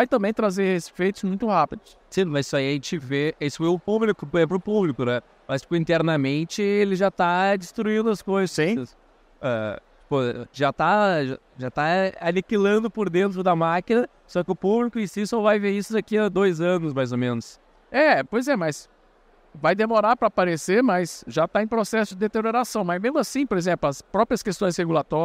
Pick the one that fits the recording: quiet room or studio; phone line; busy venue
busy venue